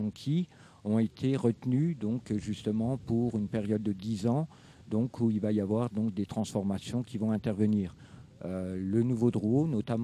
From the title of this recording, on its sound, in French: en direct du Drouot pour le premier jour de Scènes de Rue